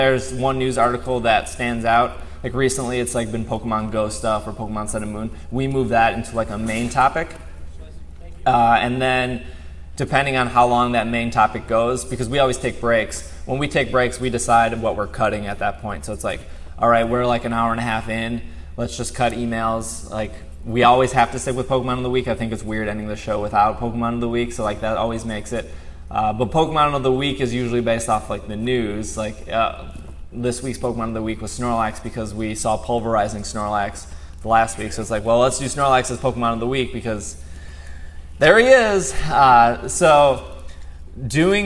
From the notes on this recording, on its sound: Live Show. Live from PAX West 2016. This entire show was live in front of an audience and live on Twitch.tv!